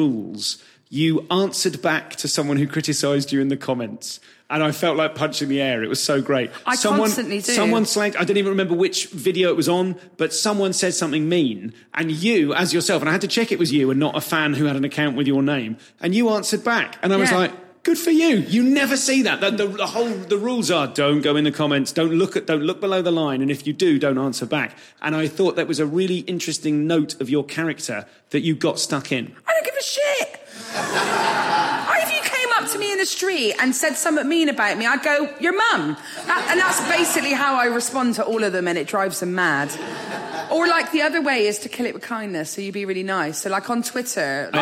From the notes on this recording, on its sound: Live at Southend Comedy Festival.